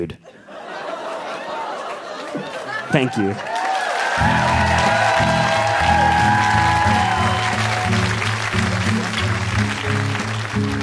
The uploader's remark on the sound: Recorded live at the Rio Theatre in Vancouver.